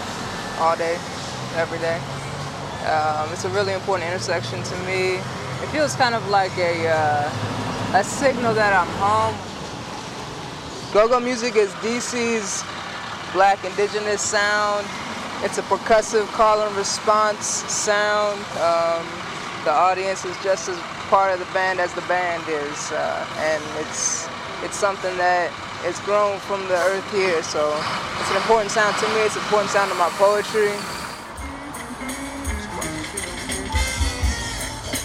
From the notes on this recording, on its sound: Go-go music and street sounds. We are in D.C.